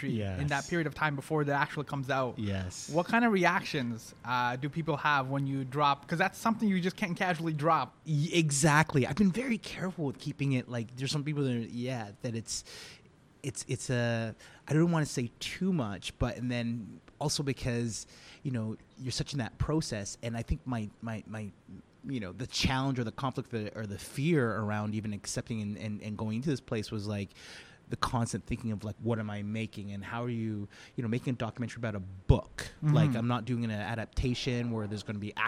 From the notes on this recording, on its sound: Recorded: Thursday, March 7, 2019 at 11:30 am (EST) at Paintbox Bistro